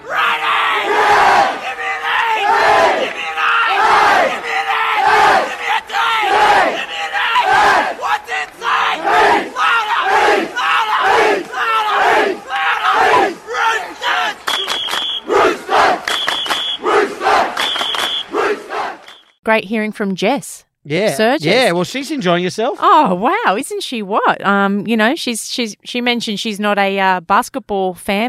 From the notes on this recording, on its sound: live from the Golden State Warriors vs Denver Nuggets NBA game